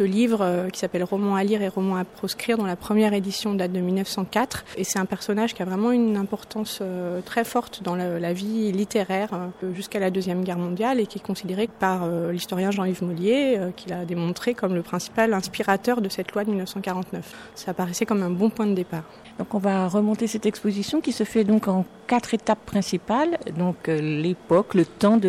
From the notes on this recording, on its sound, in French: Une exposition à la BnF. Visite commentée (partie 1).